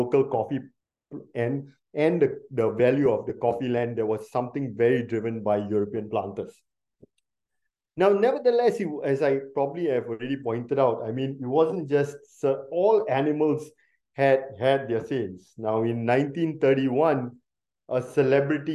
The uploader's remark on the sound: took place live on Zoom